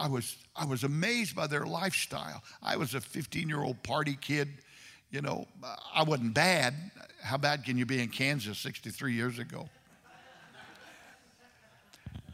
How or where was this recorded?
large echoing room